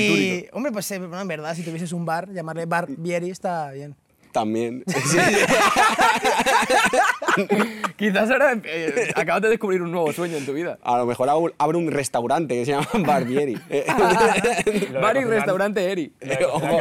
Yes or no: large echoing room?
no